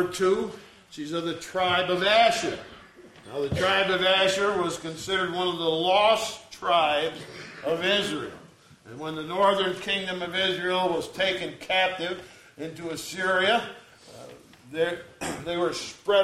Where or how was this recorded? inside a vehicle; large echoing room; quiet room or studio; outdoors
large echoing room